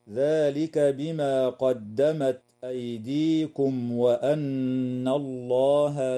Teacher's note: الميم الساكنة في كلمة أيديكم وقعت قبل حرف الواو، فحكمها الإظهار الشفوي